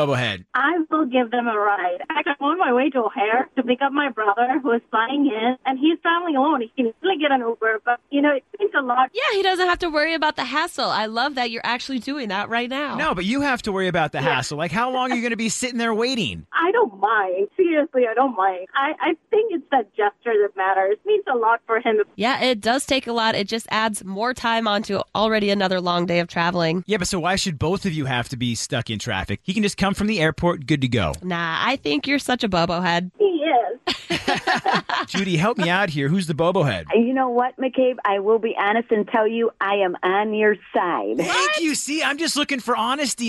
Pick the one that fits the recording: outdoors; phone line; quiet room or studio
phone line